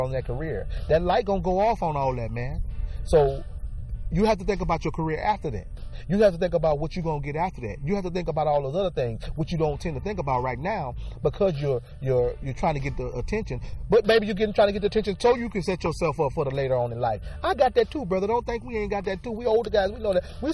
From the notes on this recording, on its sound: Takes the show outside for a broadcast.